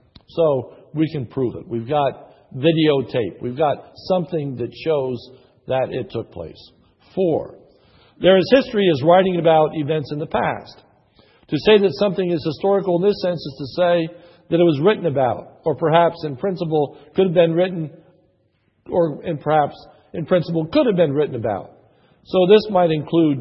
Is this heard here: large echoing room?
yes